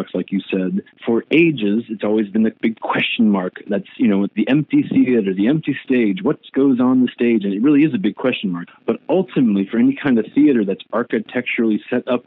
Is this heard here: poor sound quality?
no